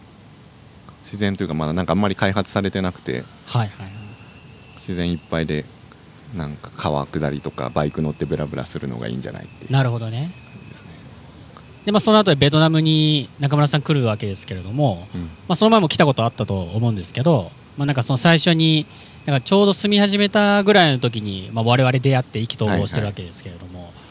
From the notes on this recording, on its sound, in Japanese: 野外収録。都内の代々木公園で収録。